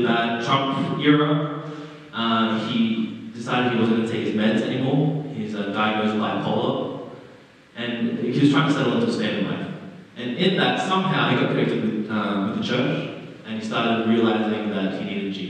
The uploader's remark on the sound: Terrible audio quality